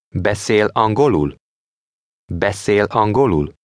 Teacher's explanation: Then at the last syllable, it falls sharply. In Hungarian, all yes-no questions of three syllables or more have this kind of rising-falling intonation.